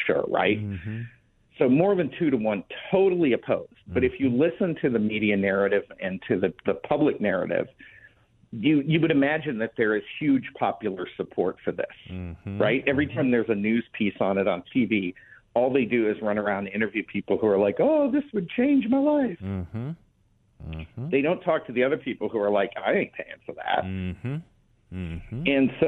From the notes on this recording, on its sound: Joins The … Show for the full hour by phone.